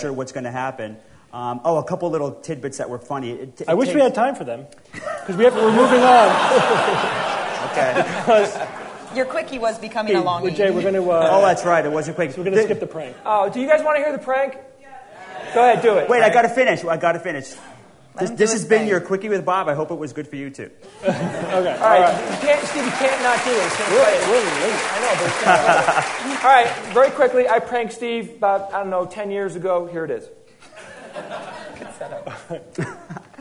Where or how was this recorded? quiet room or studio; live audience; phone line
live audience